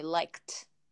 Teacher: The last sound k is also voiceless, so we say liked.